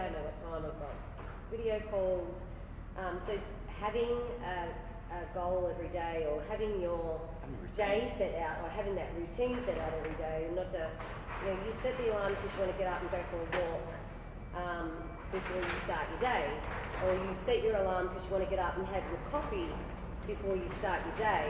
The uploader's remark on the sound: Apologies for the poor audio, bare with us, this podcast was off the cuff.